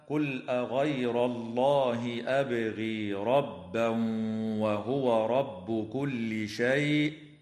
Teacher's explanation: التنوين في قوله تعالى قل أغير الله أبغي ربا وهو رب كل شيء، حكمه الإدغام في الواو مع الغنة